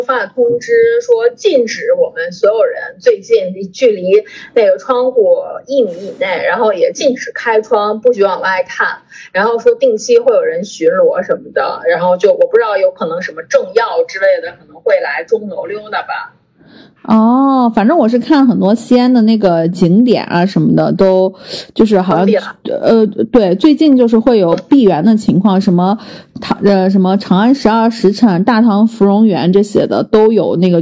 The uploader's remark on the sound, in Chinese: 本次录音因为…的复阳，进行了远程录制，抱歉音质有限。